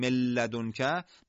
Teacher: اینجا کاملا نون ساکنه حذف میشه و را و لام مشدد میشن. همون روال ادغامی که بعد اتفاق بیفته اتفاق میفته و البته در اینجا هیچ غنه ای هم وجود نداره، لذا صدای خروجی فقط از فضای دهان و بدون کشش خارج میشه.